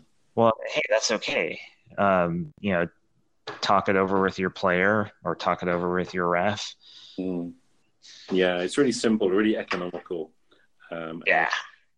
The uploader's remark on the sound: We had a two-hour chat using Anchor and, unfortunately, the recording was a) patchy, and b) cut off too early, mid-sentence.